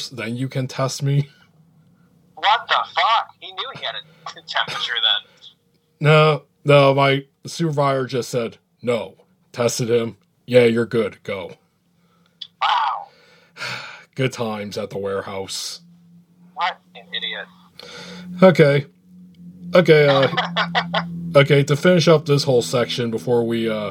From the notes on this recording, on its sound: Along with his dank wind chimes. Recorded via phone in Grand Rapids, Michigan, on Saturday, October 17th, 2020.